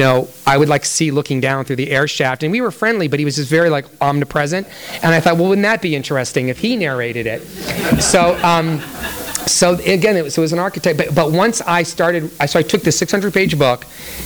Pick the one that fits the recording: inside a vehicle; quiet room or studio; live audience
live audience